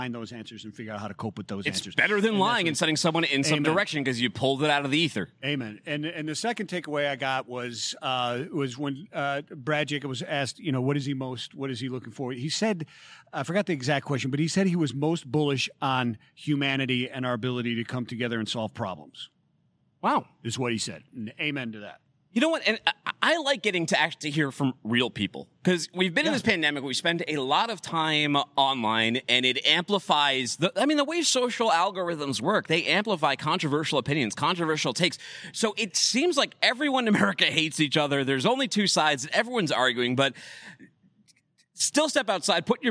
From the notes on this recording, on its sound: The LIVE desk sets from the 3PL Summit. Live from the main desk.